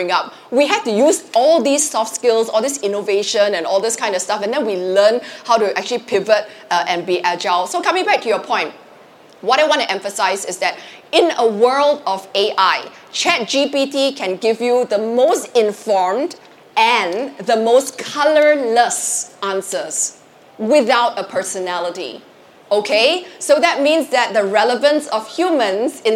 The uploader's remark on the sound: Live From SG Fintech Fest. In our first LIVE episode.